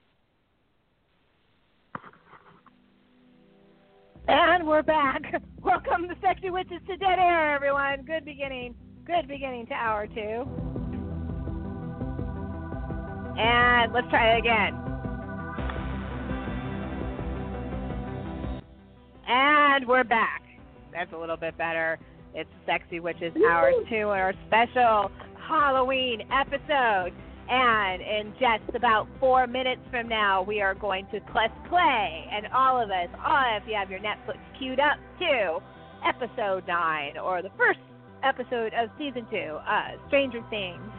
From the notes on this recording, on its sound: will CALL in LIVE from WALKER STALKER ATLANTA